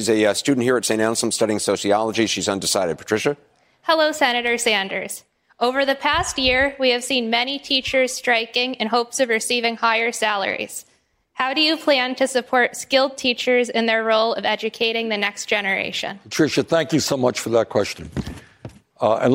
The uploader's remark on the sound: Answers questions from voters in New Hampshire during a live town hall. At Saint Anselm College in New Hampshire.